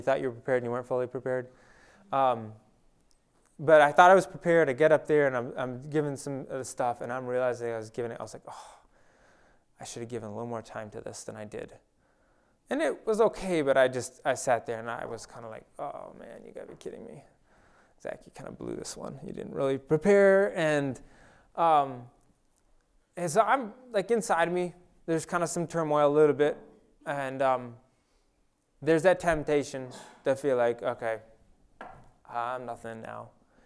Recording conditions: large echoing room